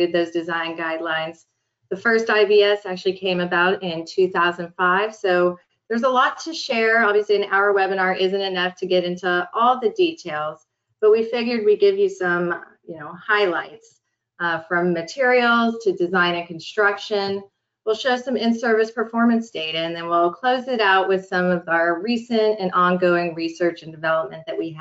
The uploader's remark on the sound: This is an audio version of the webinar.